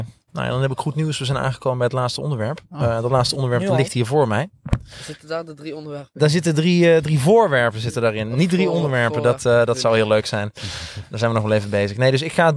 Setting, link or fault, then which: setting, outdoors